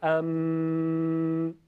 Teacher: میم هم از میان دو لب هستش، منتها ام، یعنی به صورت نرم ادا میشه و صدای اون از خیشوم، یعنی از انتهای حفره بینی خارج میشه.